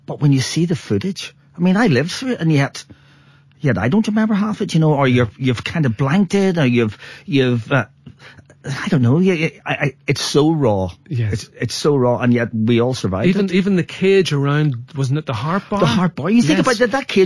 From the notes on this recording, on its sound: called in for a chat